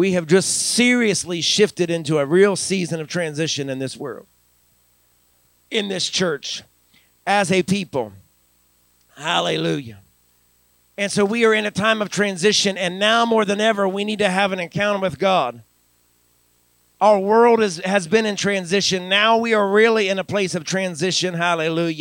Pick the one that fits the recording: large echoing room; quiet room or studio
large echoing room